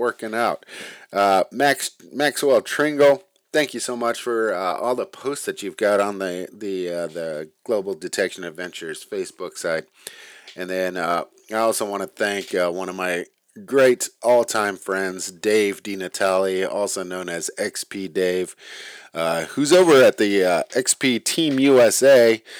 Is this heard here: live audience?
no